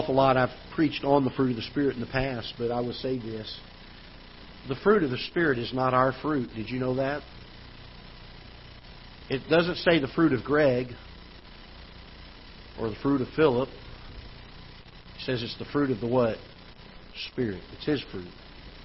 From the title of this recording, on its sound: Ketha Heights Baptist Church ~ Live Broadcast